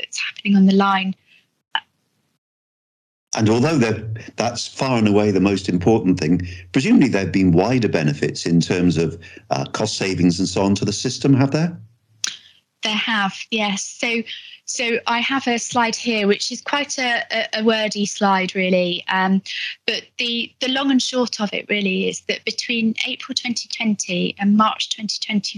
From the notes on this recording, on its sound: Live discussion at the Somerset Virtual Wellbeing Conference 2021. Supporting the Supporters LIVE. In a live discussion at the Somerset Virtual Wellbeing Conference 2021 on the SEW Colleague Support Line.